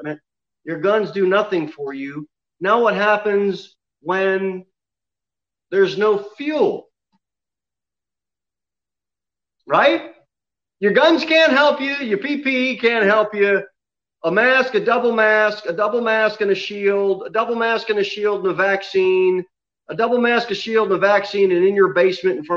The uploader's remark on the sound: Sermon delivered at Pilgrim Baptist Church on Thursday, May 20, 2021, at 6:15 pm. Jere Whitson Rd.